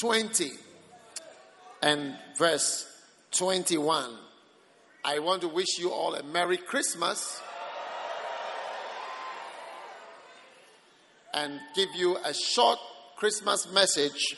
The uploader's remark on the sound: Preached at the Christmas Service.